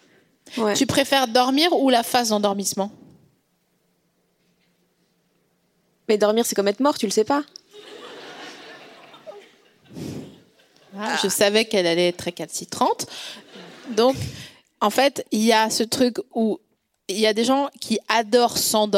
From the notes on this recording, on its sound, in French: enregistré le 14 novembre 2022 à la Scala Paris